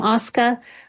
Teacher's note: we heard the R dropping, the non-roticity